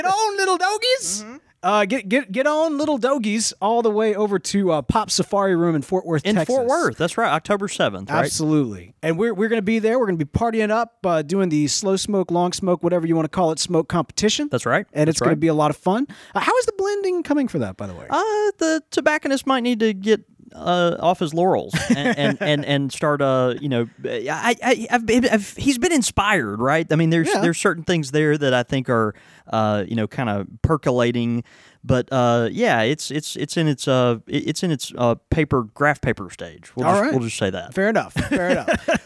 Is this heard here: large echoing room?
no